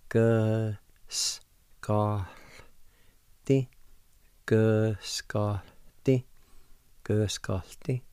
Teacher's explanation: And you can pronounce the L sound with the G-A like this. Again, there's a faint H sound or an aspirated sound between the A and the L